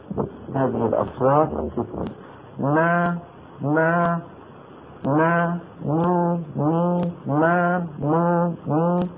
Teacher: تكون الغنة أقصر ما تكون، يعني أنقر ما تكون في النون والميم المتحركتين